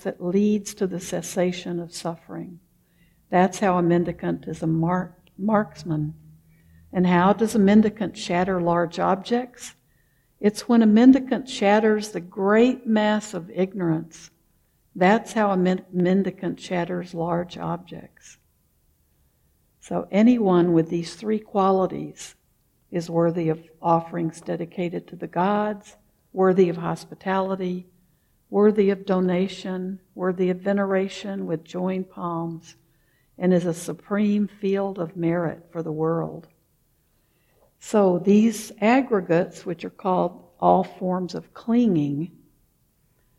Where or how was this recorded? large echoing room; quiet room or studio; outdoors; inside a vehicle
large echoing room